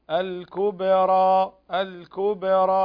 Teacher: الكبرى تقلقل لكن لا تفخم